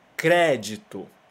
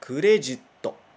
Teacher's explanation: No português, a gente fala com esse é aberto · Shown in: first take · né? Crédito.